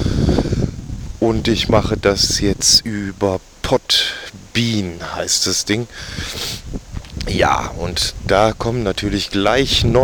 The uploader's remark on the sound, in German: Erste Außenaufnahme (windig)! HTC Audio Recorder, AudaCity.